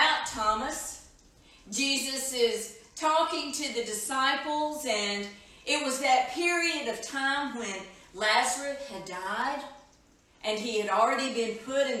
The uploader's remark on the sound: Edited version of live worship service from April 19, 2020